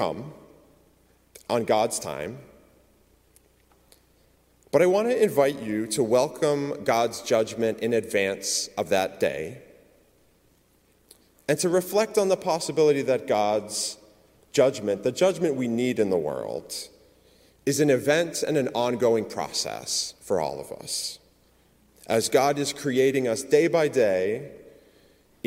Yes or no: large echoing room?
yes